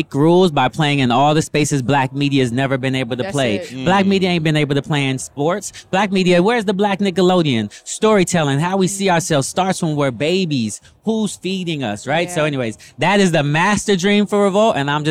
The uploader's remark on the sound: We Went LIVE at the FutureLAND Conference 2023